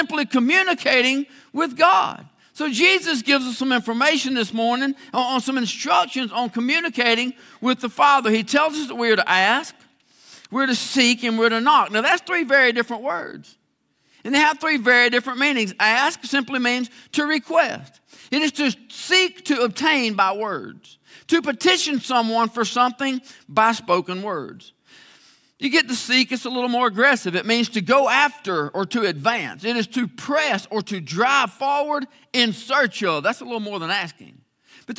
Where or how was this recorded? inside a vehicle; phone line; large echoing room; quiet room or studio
large echoing room